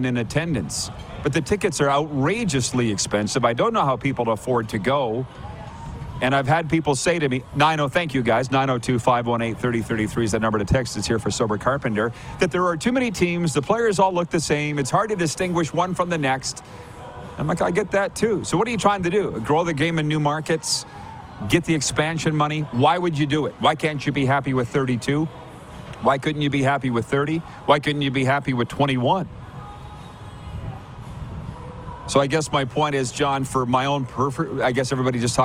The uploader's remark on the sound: LIVE from the Beachouse in Pompano, FL